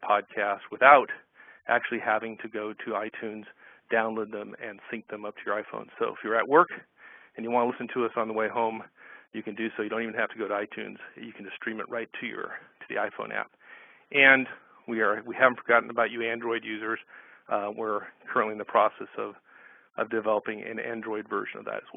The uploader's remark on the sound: August 2011 Conference Call